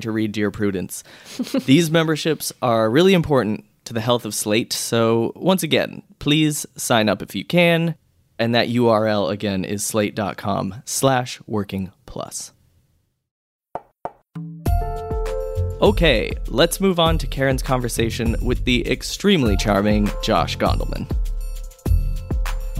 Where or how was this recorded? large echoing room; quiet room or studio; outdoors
quiet room or studio